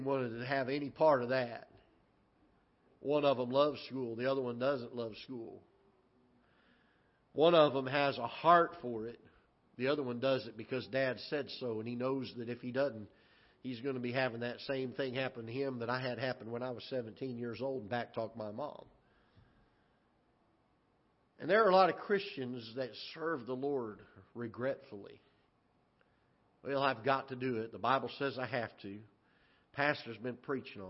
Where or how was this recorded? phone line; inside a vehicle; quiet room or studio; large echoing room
large echoing room